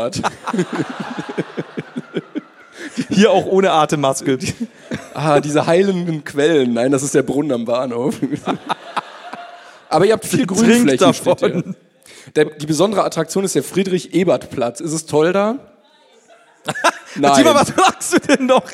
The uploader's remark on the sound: LIVE in Essen